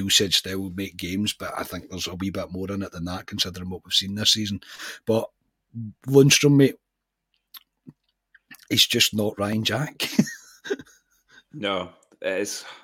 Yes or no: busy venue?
no